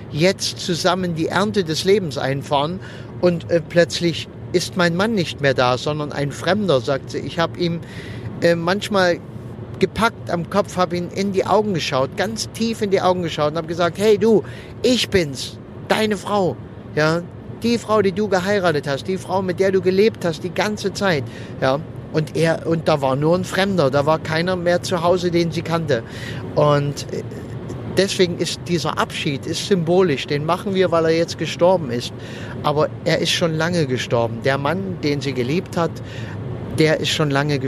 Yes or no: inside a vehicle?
yes